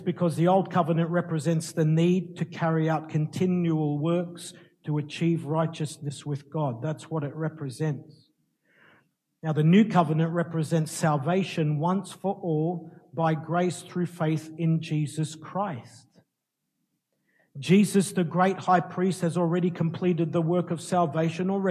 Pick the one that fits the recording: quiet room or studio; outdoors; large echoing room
large echoing room